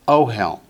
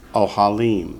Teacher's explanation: The accent shifts from the first syllable to the last when you go from singular to plural. That's why there's no accent mark over ohalim.